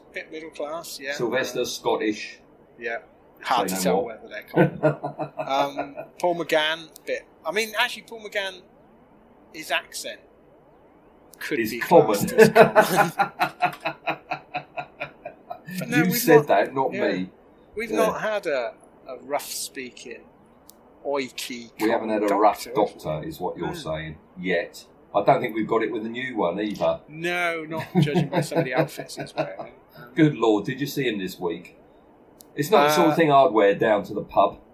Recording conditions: poor sound quality